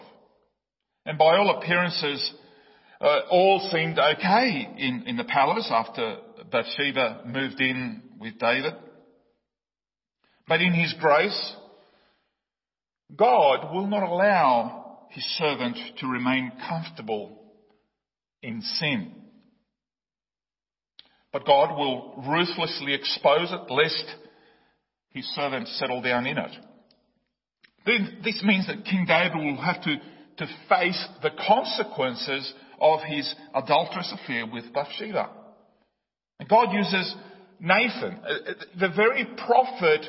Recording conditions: large echoing room